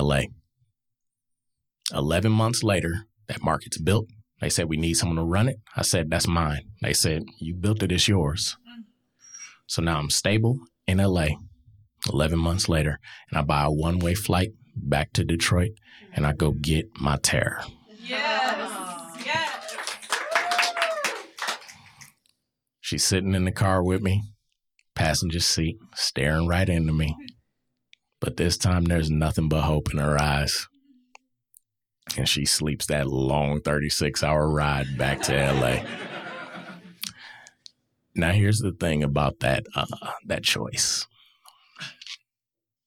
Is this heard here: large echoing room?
no